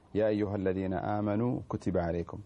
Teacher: هنا فيه المد في هذه الآية هو المد المنفصل، يا ألف النداء بعدها الهمزة يا أيها، فهنا يمد مقدار 4 حركات